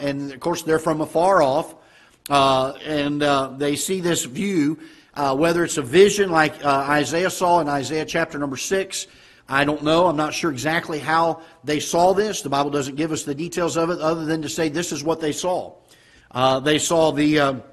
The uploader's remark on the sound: Ketha Heights Baptist Church ~ Live Broadcast